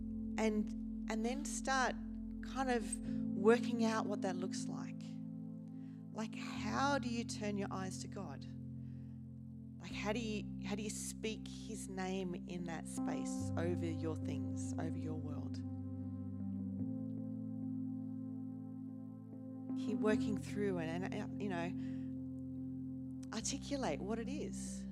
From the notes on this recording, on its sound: first preached in C3 Bathurst on 19 November 2023